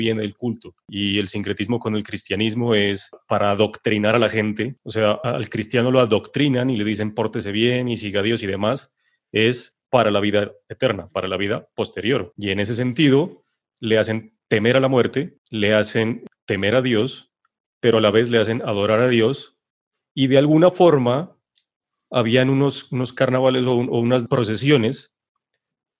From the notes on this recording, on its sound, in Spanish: Episodio grabado el 17 de Julio de 2020 en línea, desde Bogotá - Colombia.